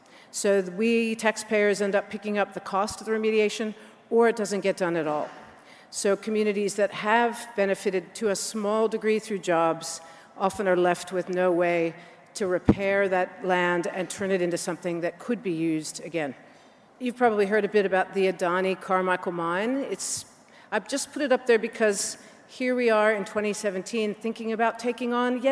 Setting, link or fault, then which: setting, live audience